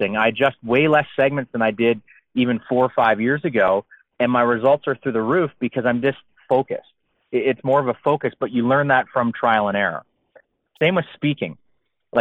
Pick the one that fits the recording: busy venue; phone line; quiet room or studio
phone line